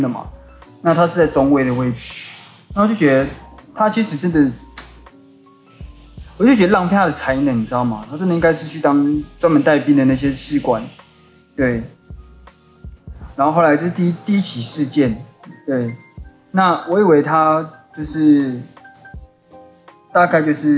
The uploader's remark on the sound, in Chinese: 在洗車場旁：錄音環境問題。今天講講一下自己的錄音狀況。